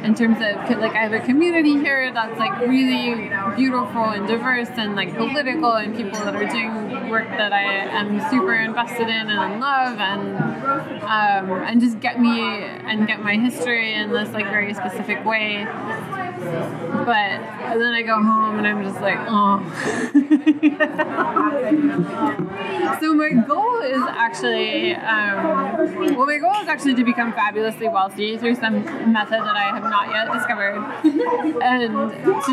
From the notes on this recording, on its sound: this interview has significant background noise